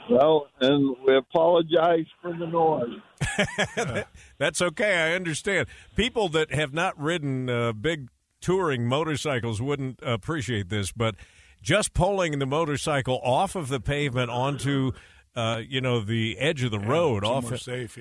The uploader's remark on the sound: via satellite phone